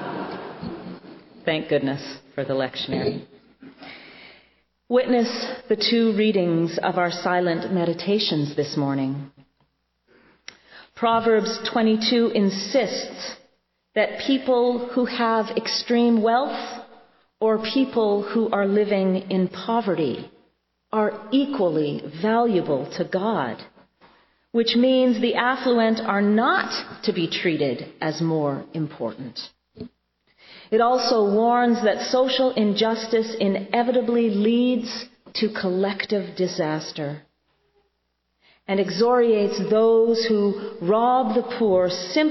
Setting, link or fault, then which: setting, large echoing room